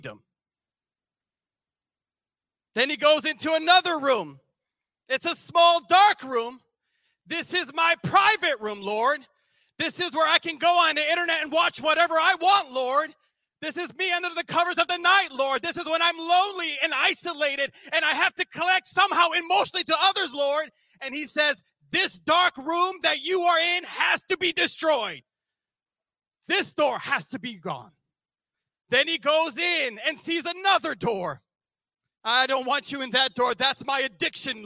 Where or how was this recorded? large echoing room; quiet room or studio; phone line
large echoing room